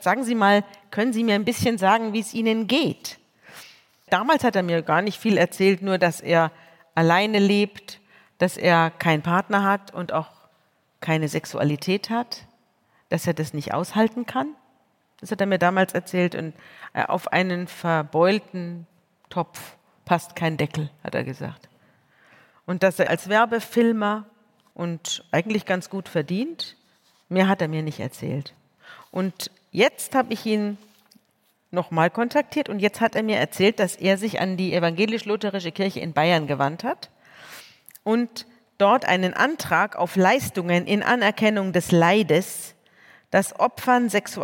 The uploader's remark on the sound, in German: Im Live-Podcast der Langen Nacht der ZEIT.